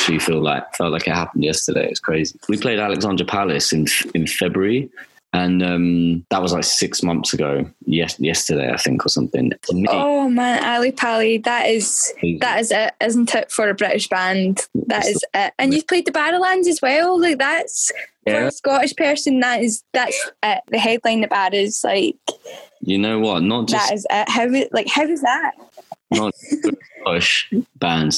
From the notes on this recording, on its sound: for a long distanced phone call